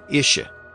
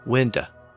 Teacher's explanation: He had a tendency to shorten the last syllable of certain words. He would convert it into a generic uh. · Term: common Texas drawl